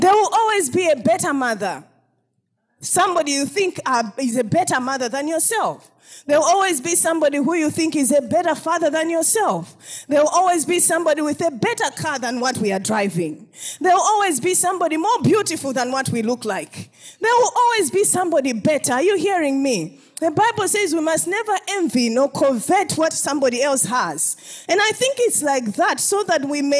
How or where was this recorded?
large echoing room